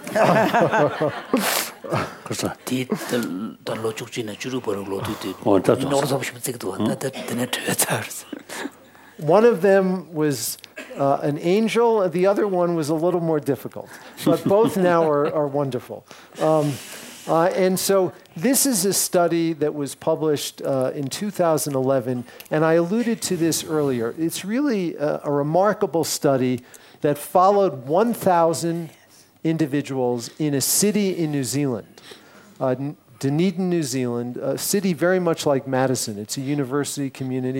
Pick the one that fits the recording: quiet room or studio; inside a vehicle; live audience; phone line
live audience